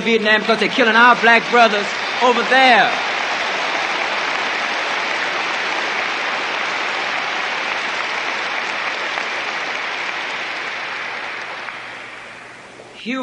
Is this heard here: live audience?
yes